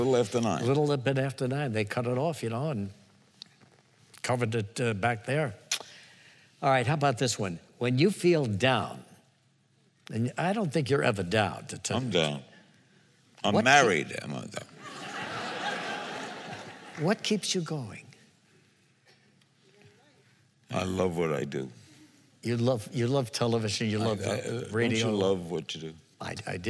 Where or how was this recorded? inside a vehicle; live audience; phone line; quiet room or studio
live audience